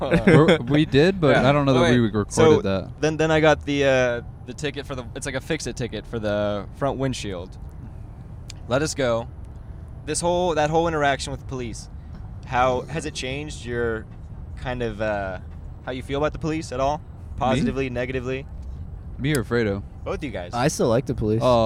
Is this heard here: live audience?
no